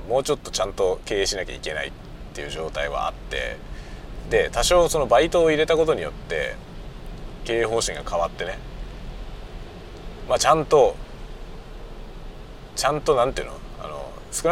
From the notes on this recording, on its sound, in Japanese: ドライブしながら雑談。人間ドックからの帰り道、運転しながら雑多な話をした回。Stand.fm。